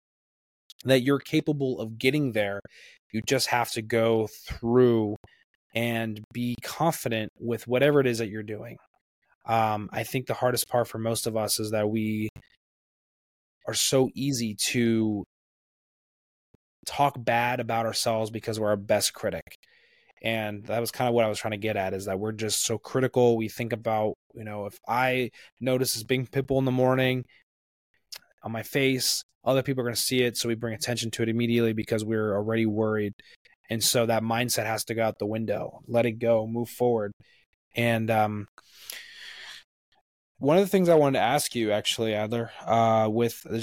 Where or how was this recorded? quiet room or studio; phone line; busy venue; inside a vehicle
quiet room or studio